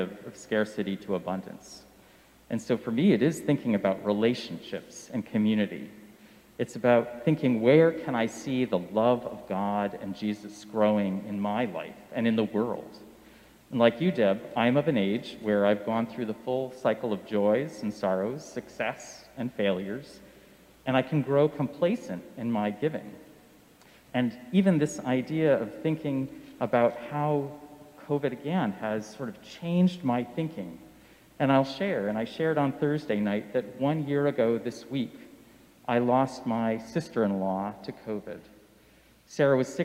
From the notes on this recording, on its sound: Sermons from Old South Church in Boston